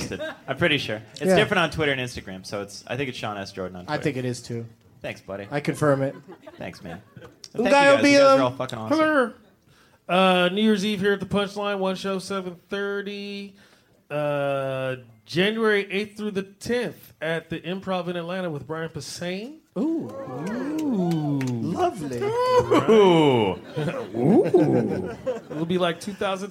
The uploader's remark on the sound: Live from the Punchline in Sacramento